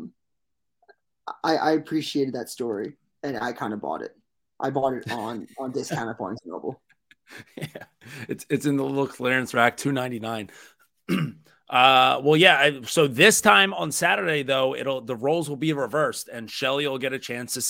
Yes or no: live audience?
no